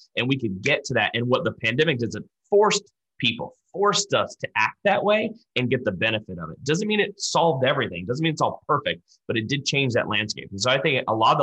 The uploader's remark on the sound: We spoke to a panel including three clinical trial experts in a live webinar.